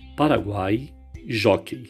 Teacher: Tritongo: três vogais em uma única sílaba, não se separam.